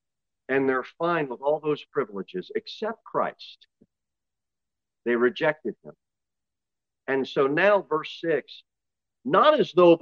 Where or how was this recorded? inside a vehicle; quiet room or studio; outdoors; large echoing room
large echoing room